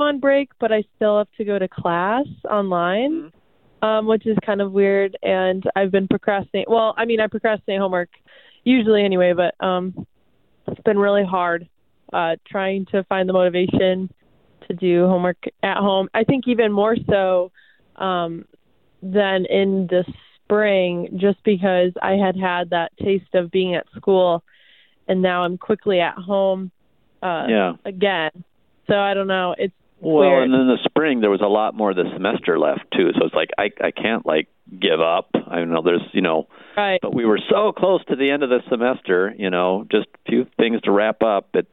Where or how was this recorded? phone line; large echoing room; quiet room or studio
phone line